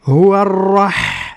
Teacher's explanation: الحاء تخرج من وسط الحلق